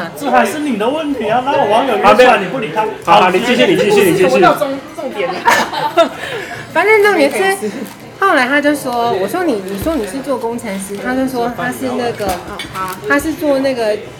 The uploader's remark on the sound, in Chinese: Lane 72 Bistro 英式餐酒館 之 邊吃邊聊悠閒話題分享。首次嘗試在餐酒館內錄音。